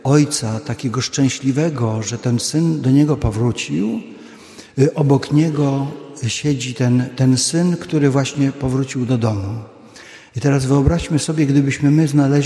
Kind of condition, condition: setting, large echoing room